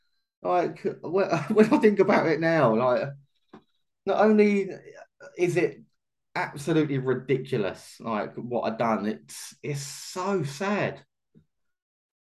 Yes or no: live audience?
no